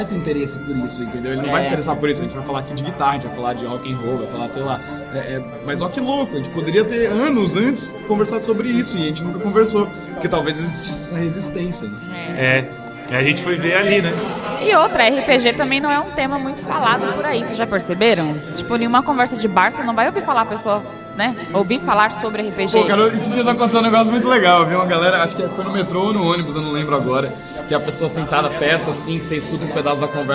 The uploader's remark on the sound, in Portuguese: Ao vivo do Balde Galático.